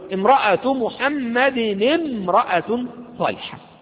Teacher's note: لما جاءت في وسط الكلام سقطت هذه الهمزة لأنها همزة وصل، لو كانت همزة قط كانت تظل سواء في أول الكلام أو في وسط الكلام.